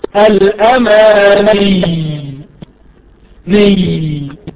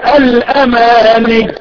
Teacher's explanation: هذا جريان الصوت عند النطق بالياء لانها فيها صفة الرخاوة · Shown in: first take · لا تقول الاماني وتقطع الصوت، قطع الصوت هذا ليس ليست الرقاوة فيها قطع للصوت.